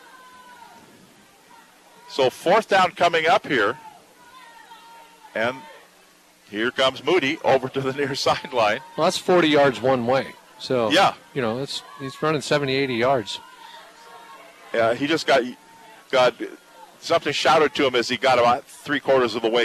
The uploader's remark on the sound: live from Goddard Stadium in South Everett